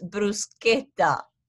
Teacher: Please do understand that it's not a sh sound. It's a sk sound. It's bruschetta.